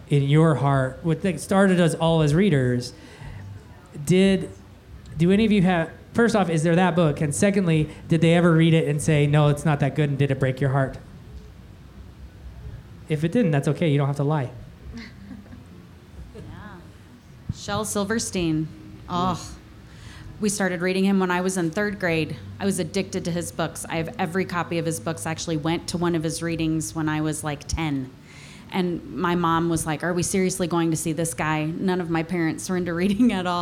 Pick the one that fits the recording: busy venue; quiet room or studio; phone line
busy venue